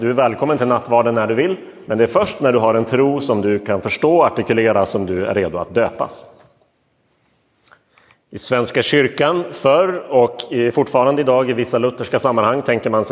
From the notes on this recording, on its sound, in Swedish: Inspelad i Roseniuskyrkan den 23 oktober 2022.